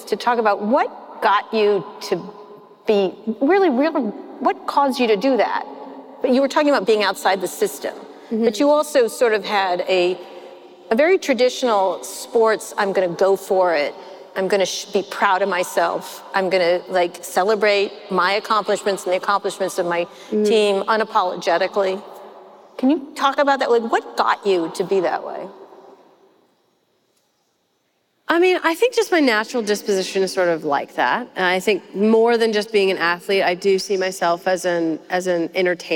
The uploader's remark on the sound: This live episode was recorded at the Massachusetts Conference For Women.